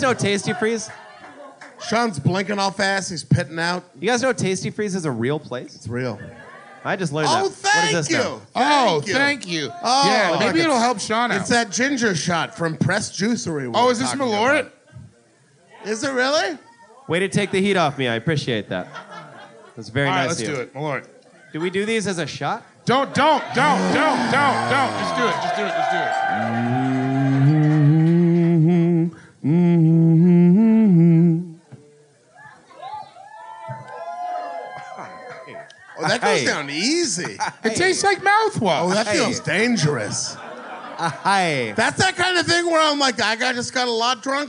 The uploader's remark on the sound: This was recorded live at The Hideout in Chicago.